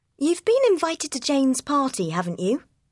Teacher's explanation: Rising intonation means that the sentence is more like a real question. It means, I'm not sure if I'm right about this.